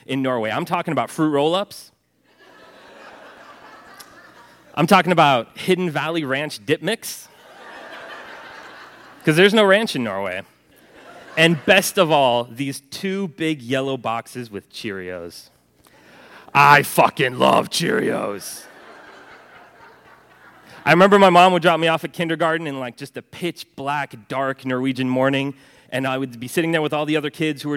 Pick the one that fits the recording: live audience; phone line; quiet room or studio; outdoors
live audience